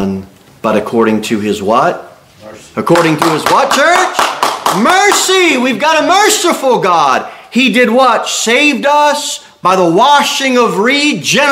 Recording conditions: large echoing room